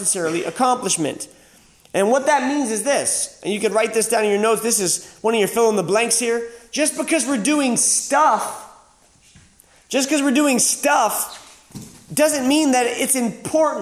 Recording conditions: live audience